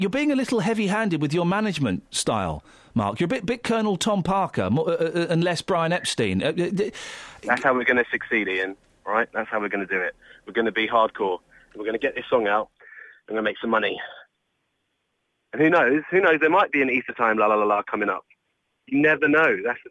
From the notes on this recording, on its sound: we receive a very sad phone call from long time listener